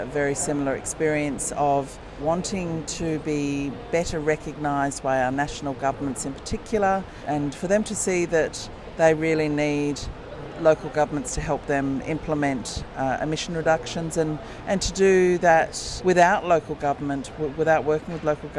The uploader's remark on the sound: Live from COP 27. We hear from a range of experts that we caught up with at the COP floor.